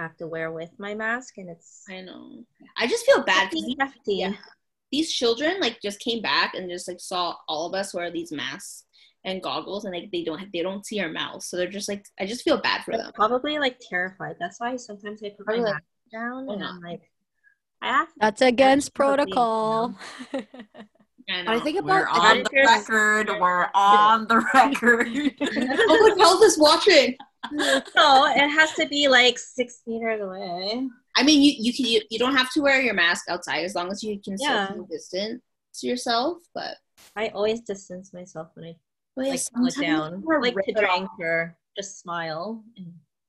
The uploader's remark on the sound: This episode we are on another zoom session